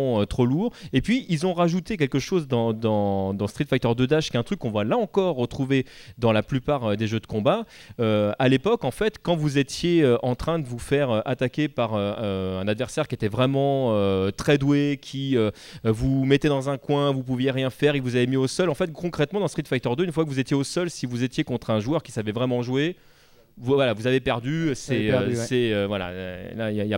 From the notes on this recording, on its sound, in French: Cycle de conférences enregistré du 26 au 28 Avril 2013 lors du Stunfest à Rennes